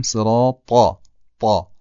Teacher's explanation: حرف طا همونطور که در مورد ضا گفتیم درشت تلفظ میشه